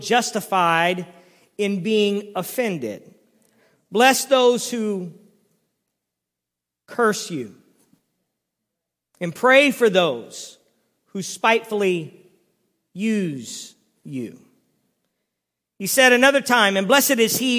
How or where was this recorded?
large echoing room